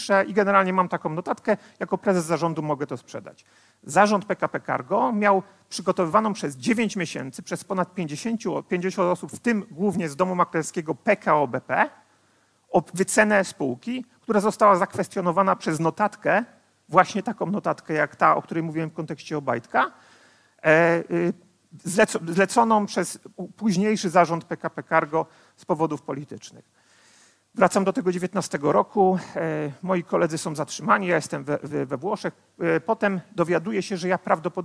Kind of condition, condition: setting, live audience